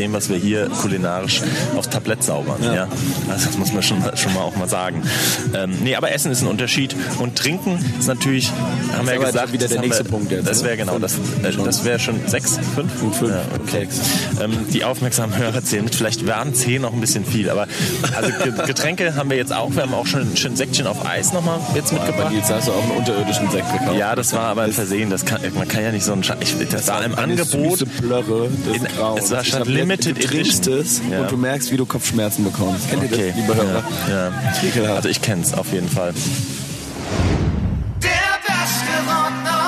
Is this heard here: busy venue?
yes